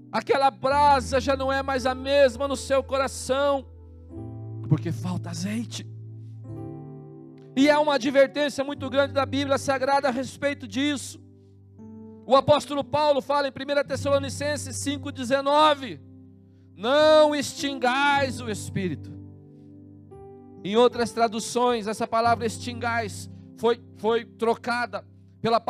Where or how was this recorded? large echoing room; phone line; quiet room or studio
large echoing room